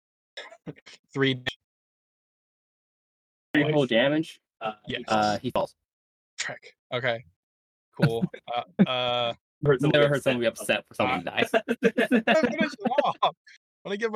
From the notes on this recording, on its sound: Lots of Technical Issues Sadly